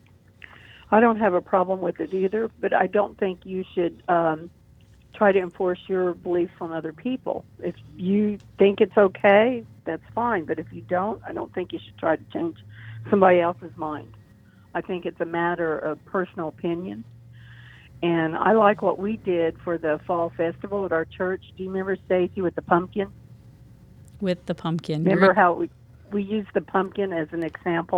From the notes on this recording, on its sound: special call in guest